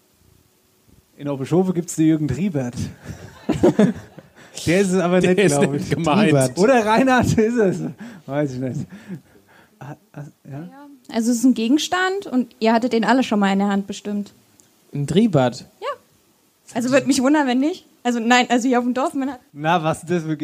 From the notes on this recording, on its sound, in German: Folge 25: Live in Rosbach. Live-Podcast an der Wasserburg.